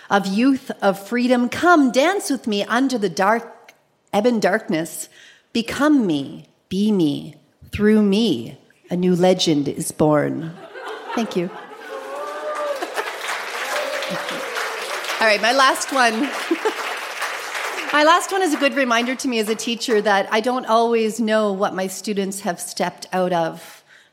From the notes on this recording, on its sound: Recorded live at the Black Knight in Yellowknife.